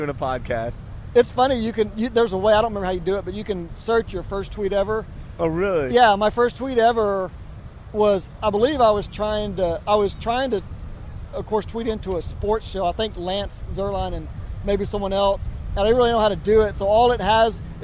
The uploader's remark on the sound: LIVE from Bolivar. Sit down live from the beach.